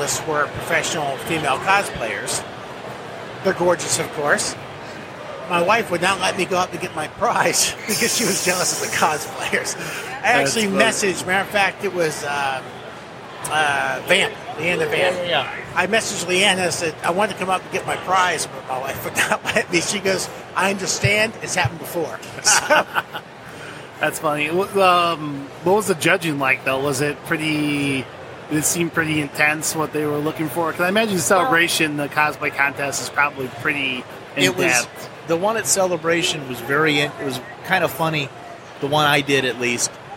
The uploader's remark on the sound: Live at Motor City Comic Con with the 501st Legion. Live episode at Motor City Comic Con.